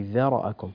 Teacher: رقق الذال في كلمة ذرأكم، ذا وليس ظا